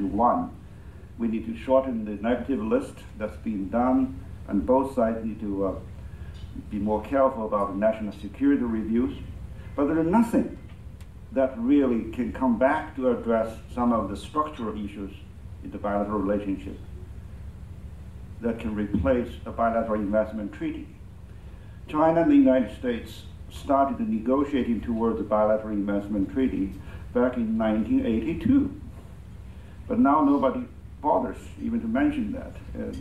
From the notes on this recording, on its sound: Recorded at the annual Forecast of China’s Economy for 2019, hosted by the National Committee on U.S.-China Relations and Peking University’s China Center for Economic Research, at the Citigroup Center. An expert panel.